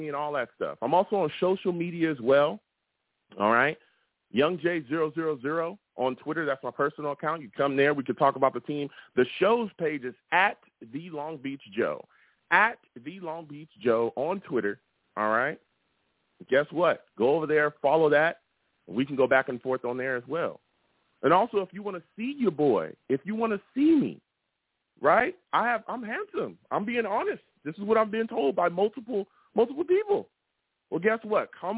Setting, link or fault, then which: link, phone line